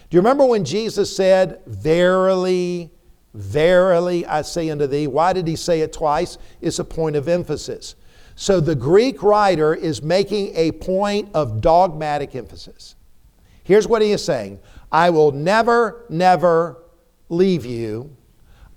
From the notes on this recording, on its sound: preached a timely sermon in the TBC pulpit